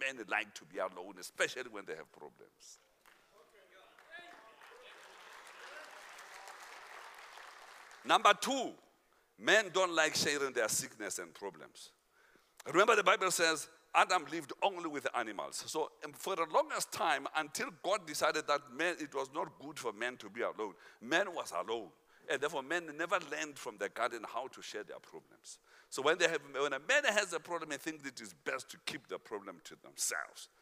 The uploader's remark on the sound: Men Of Hope Conference 2022 Day 3 Second Session